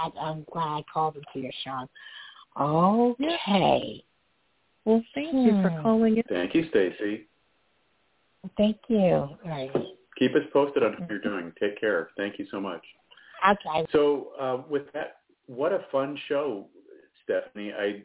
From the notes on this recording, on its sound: TONIGHT IS A CALL IN SHOW IN THE SECOND HALF. May even take some listener calls.